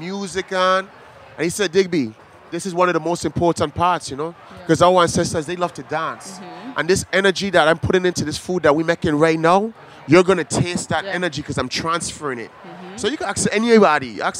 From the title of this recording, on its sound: at Charleston Wine + Food 2020